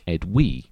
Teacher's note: The G at the end is essentially silent, so the name would have sounded more like Edwy.